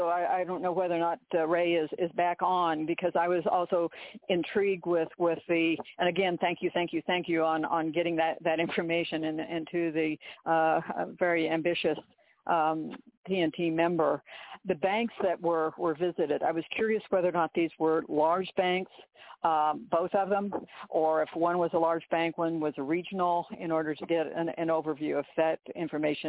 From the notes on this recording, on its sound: TNTSuperfantastic Conference Call.